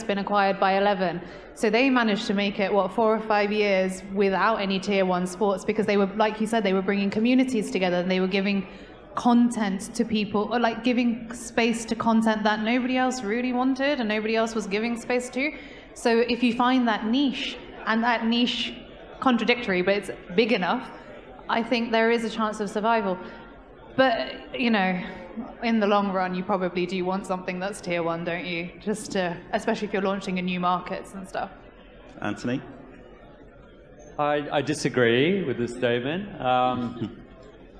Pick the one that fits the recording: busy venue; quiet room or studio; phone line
busy venue